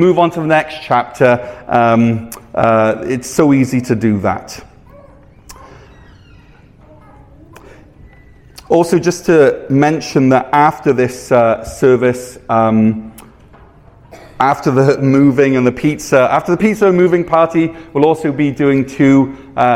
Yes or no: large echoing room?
yes